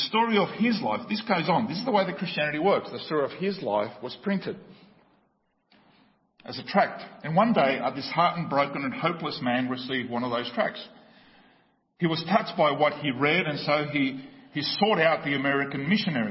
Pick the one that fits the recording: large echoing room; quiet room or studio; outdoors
large echoing room